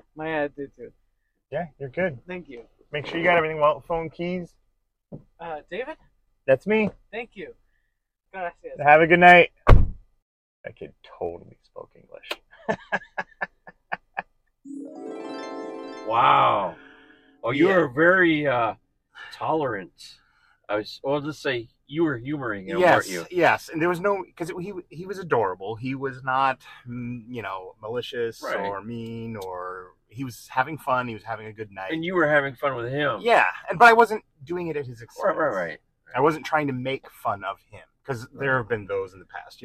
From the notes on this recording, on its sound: the candid audio of an actual taxi ride